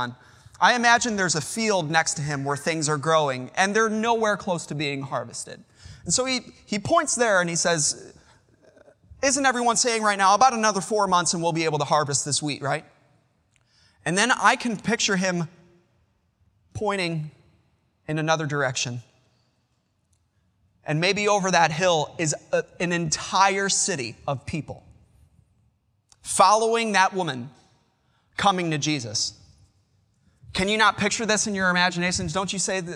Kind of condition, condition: setting, large echoing room